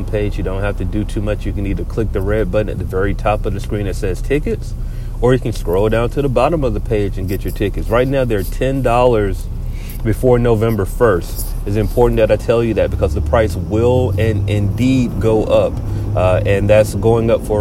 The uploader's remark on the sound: This week we record from the car again.